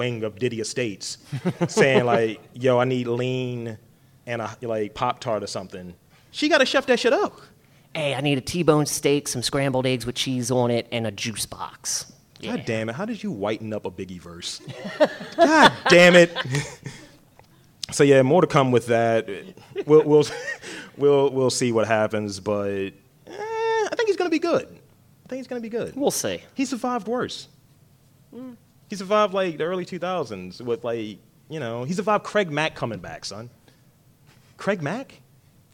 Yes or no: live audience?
yes